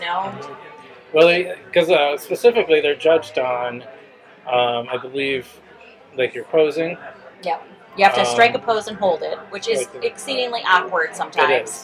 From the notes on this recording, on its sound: Live at Daly's